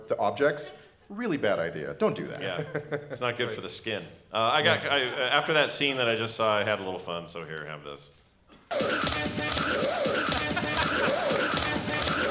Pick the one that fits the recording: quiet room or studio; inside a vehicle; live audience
live audience